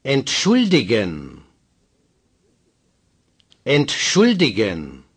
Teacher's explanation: Strong stress on the U.